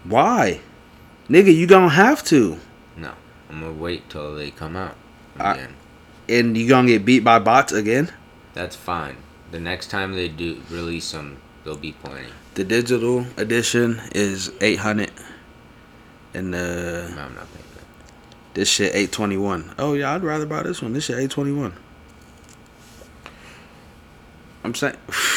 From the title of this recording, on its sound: Quiet Episode, Like Almost ASMR Quiet